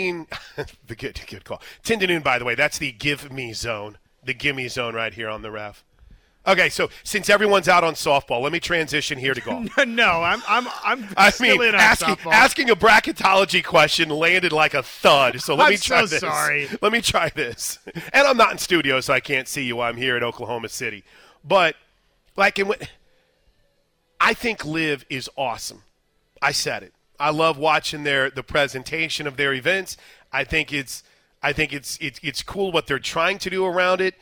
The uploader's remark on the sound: live from the Big 12 Softball Tournament!